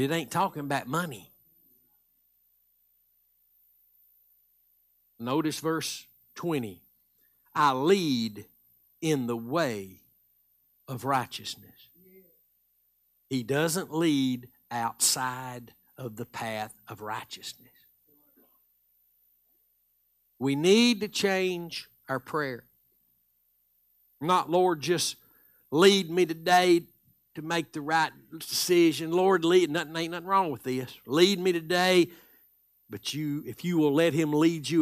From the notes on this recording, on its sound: Live Sunday Morning Service